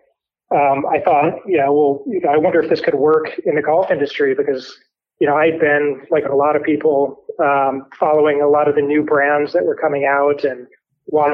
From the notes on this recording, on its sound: on the phone and talk about the company